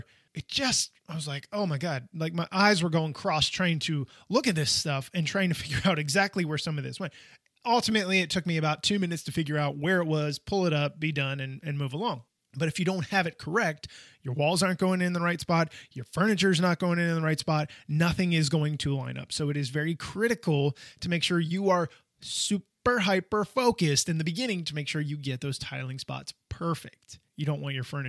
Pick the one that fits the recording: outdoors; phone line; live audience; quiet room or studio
quiet room or studio